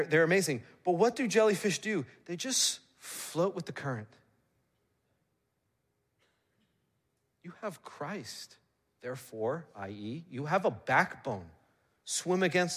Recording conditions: large echoing room